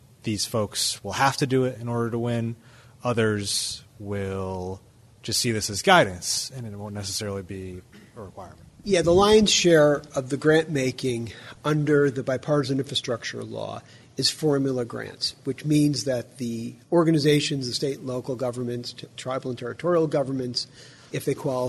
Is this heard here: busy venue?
yes